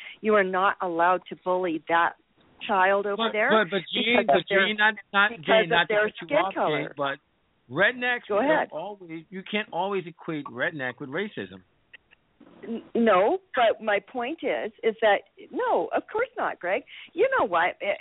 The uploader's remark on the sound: This is a Live call in show.